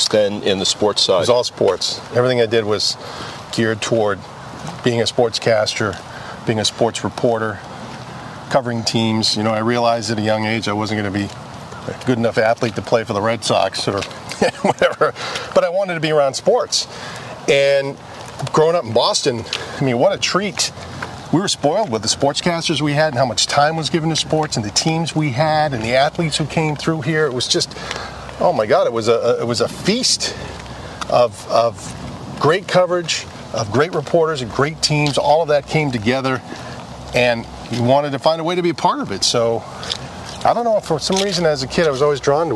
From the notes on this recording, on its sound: walk and talk in Walpole Massachusetts